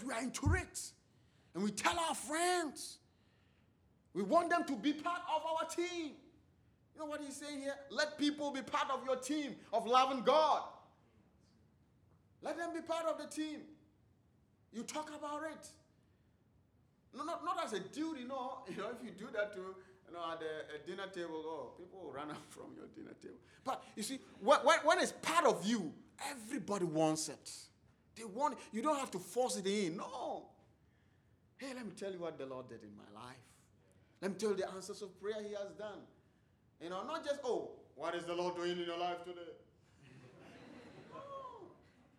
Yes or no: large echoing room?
yes